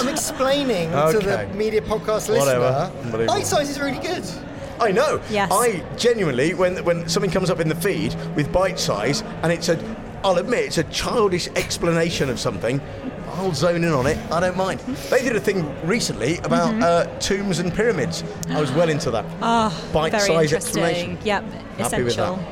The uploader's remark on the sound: LIVE from the 2023 Audio & Radio Industry Awards Nominations. LIVE from the 2023 Audio & Radio Industry Awards Nominations !